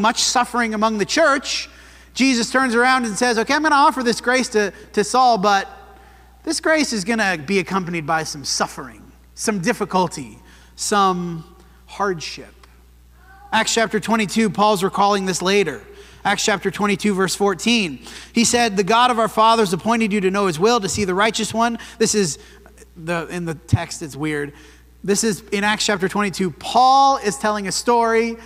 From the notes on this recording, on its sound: This sermon was preached at the Dewey Church of Christ on February 18, 2024.